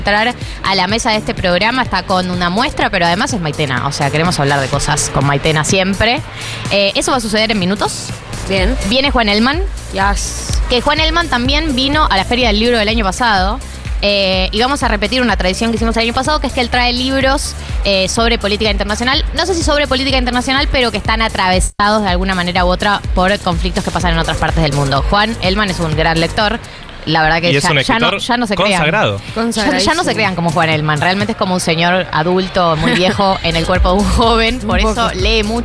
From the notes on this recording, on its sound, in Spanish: ¡Desde La Feria del Libro! Los problemas de sonido no son importantes porque tuvimos un programón en La Feria del Libro!